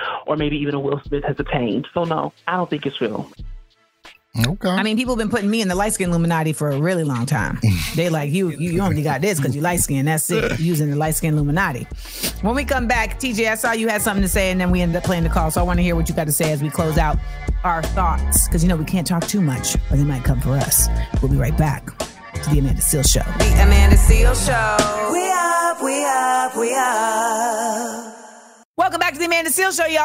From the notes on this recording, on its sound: Taking calls and discussing listeners' opinions on the Illuminati. Going to the phone lines.